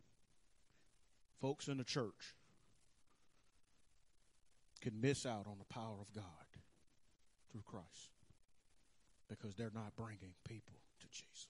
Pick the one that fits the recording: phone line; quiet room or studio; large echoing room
large echoing room